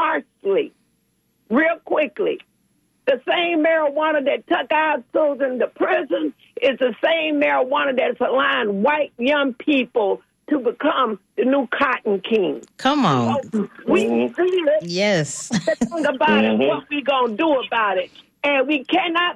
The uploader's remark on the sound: unique magazine format call-in show